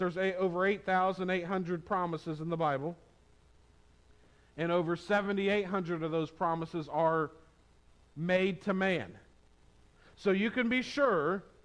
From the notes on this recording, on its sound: on Palm Sunday 2022 at the Tarrant Bible Methodist Church